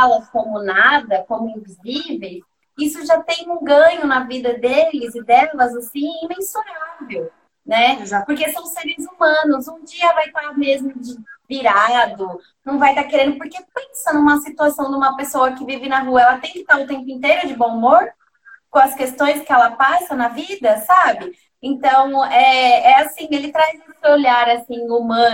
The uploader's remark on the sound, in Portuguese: Live ocorrida no Instagram